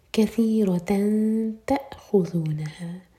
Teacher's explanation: تا کی تنوین کے بعد تا تو تا کے لیے اخفاء